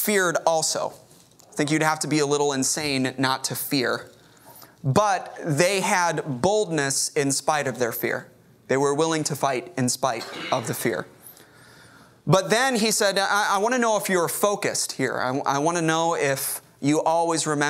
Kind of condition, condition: setting, large echoing room